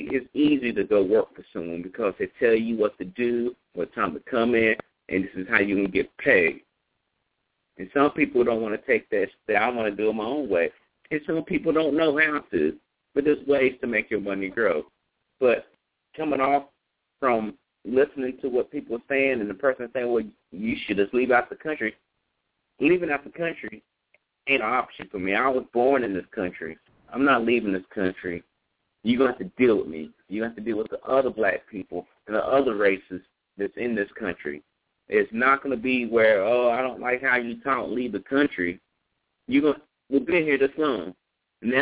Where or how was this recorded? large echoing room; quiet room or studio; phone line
phone line